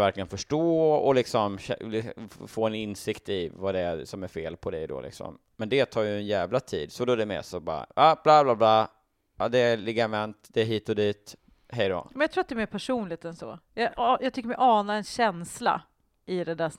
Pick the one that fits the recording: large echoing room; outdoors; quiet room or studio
quiet room or studio